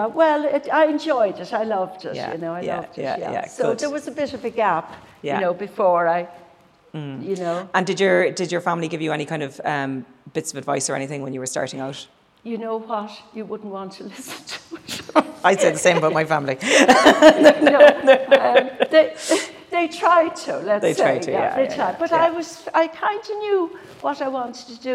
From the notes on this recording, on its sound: Cork on a Fork Food Festival with Cork City Council. This recording took place in front of a live audience and was kindly hosted by Crawford Art Gallery in Cork city centre as part of the first Cork on a Fork food festival , supported by Cork City Council.